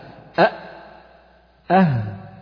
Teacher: تخرج من أقصى الحلق الهمزة والهاء